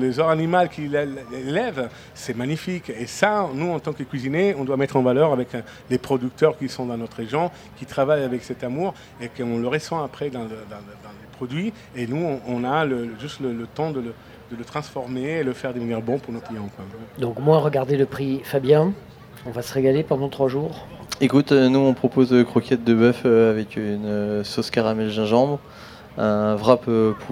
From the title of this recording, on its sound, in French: Radio Grenouille au Street Food Festival 2022